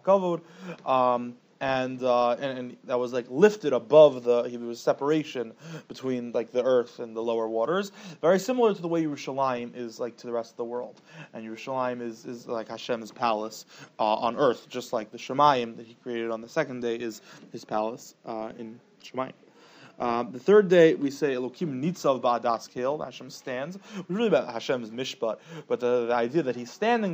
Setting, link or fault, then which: setting, large echoing room